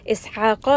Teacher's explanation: It is مد جائز منفصل. إسحاق، ح from the middle of the throat. قاف is going to be heavy.